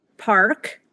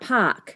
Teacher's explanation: Southern British speakers actually started to drop the R · Shown in: second take · It became weakened, is what we call it in linguistics, where Northern British speakers did not.